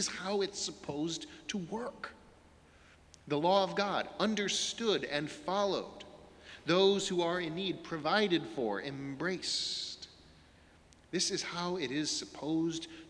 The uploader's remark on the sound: Sermons from Old South Church in Boston